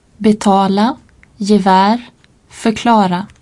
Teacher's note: D'une part, les mots qui commencent par un préfixe atone